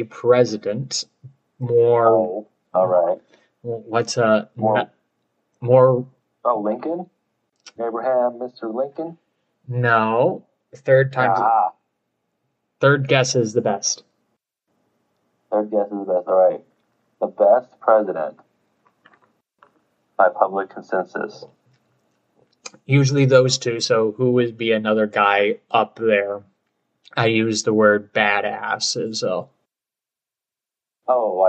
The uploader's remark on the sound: Apologies about the audio quality!